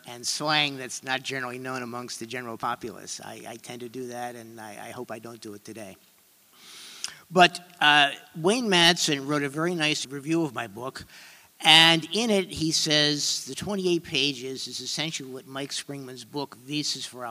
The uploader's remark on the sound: Three presentations from the Justice In Focus 9/11 Conference at Cooper Union in New York City